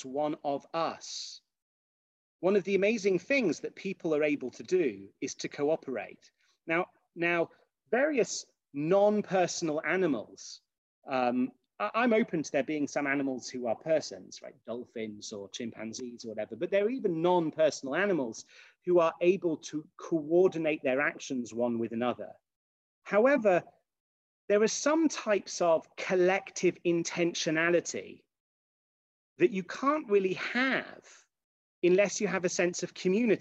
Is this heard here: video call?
yes